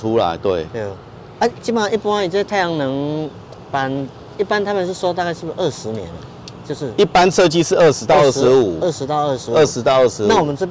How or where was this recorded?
outdoors